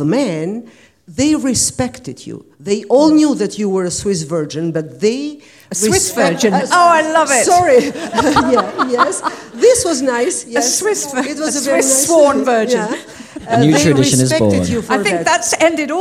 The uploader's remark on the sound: this wonderful recording from the BCLT Summer School 2019